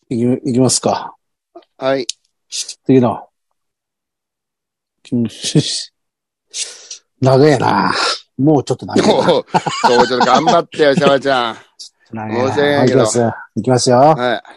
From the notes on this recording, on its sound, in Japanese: ZOOMより配信